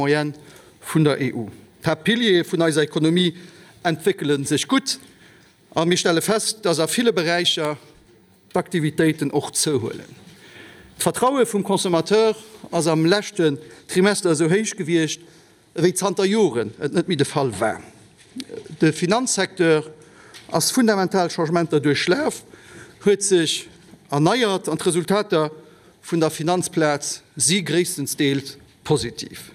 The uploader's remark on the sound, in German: live aus der Chamber